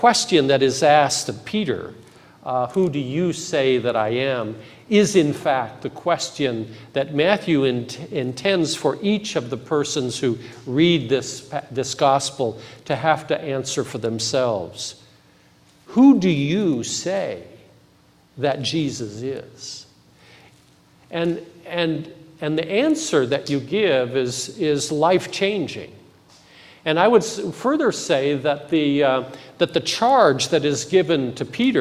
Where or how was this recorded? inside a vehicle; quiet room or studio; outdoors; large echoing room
large echoing room